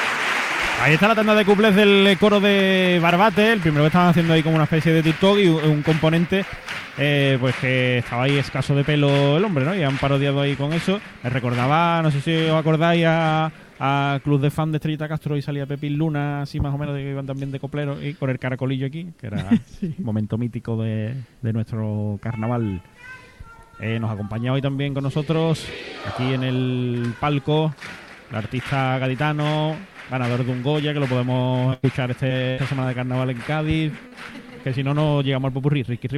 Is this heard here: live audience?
yes